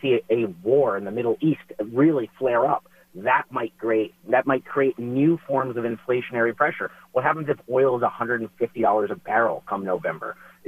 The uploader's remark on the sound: Calling in LIVE from South Carolina. In the Sig Sauer Studios.